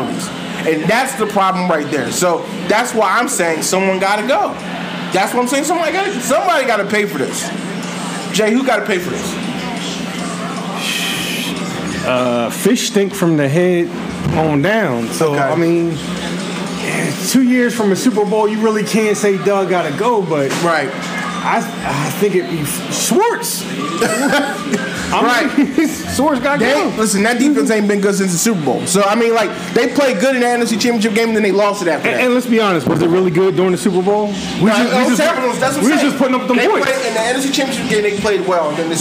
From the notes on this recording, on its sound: Live Pod. The FIRST EVER Live Episode of the Philly Sports Four for 4 Podcast Live from Duke's BBQ in Norristown, PA!!!!